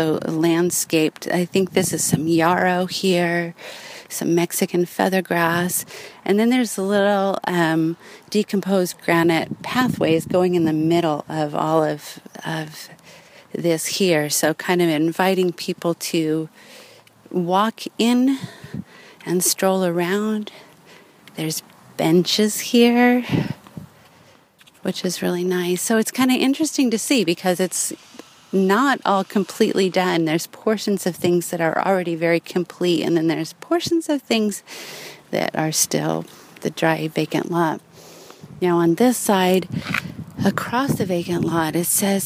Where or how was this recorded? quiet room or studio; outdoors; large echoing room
outdoors